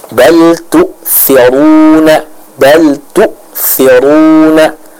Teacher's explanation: hamzah yang sukun ini dibaca dengan kuat, dengan tahqiq, dengan jelas ya. Maka tidak boleh kita baca dengan lemah.